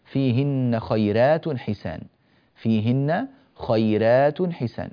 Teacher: رققنا الراء هنا لأنها مفتوحة وقبلها ياء ساكنة